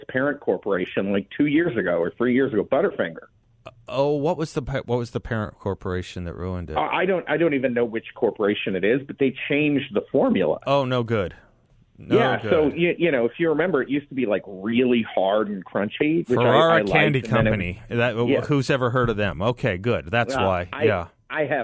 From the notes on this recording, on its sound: joins The … Show for the full hour by phone